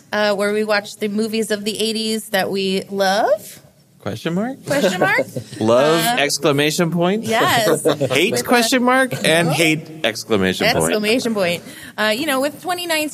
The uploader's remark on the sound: you are right in the middle of the recording session at Phoenix Fan Fusion 2019!